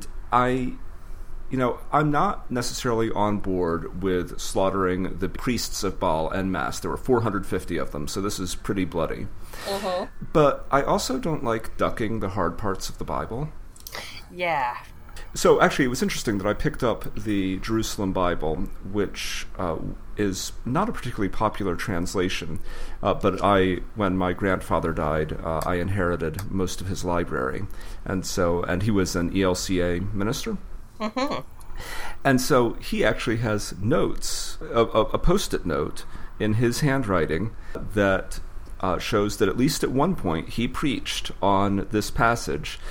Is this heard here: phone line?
no